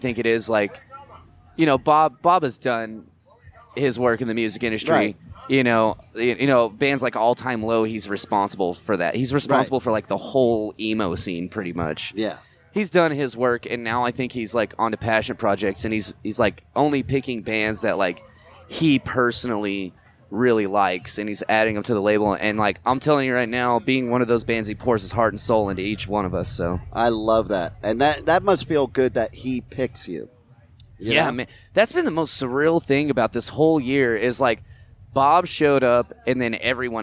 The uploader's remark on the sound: at Blue Ridge Rock Festival 2023